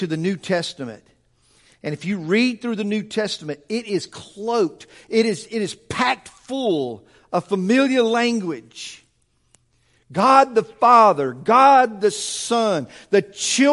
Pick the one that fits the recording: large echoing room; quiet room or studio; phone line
large echoing room